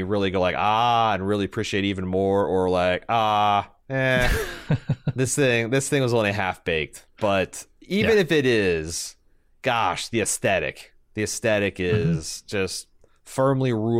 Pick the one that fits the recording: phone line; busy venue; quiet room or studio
quiet room or studio